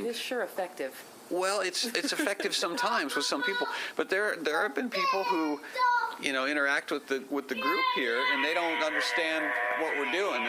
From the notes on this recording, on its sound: There are some clicks, pops, and other technical issues with the recording because the producer is an amateurish hack who lacks even basic recording skills.